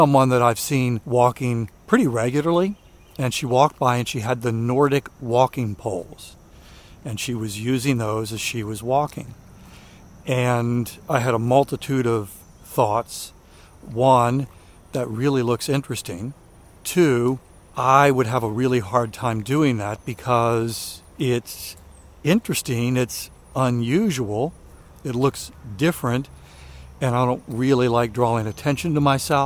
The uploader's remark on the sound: during today's ten-minute walk